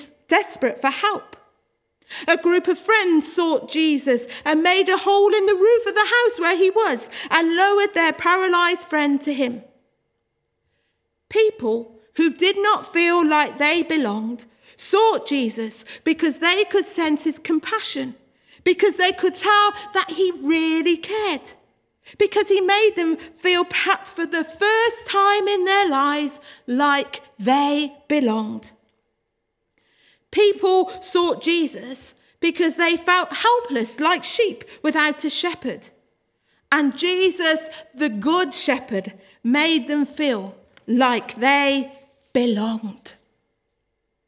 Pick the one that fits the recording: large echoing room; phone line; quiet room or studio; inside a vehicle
large echoing room